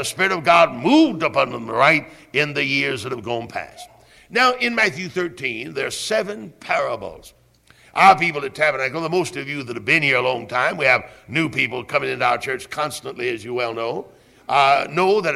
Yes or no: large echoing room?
yes